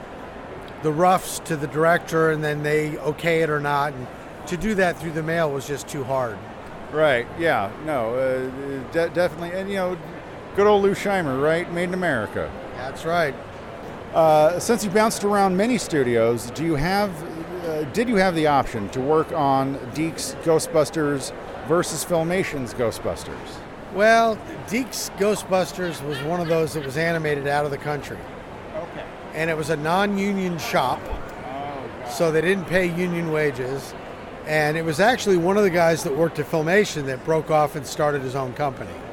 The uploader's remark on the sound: South Carolina's premier comic convention. Had an opportunity to speak with these gentleman from the convention floor.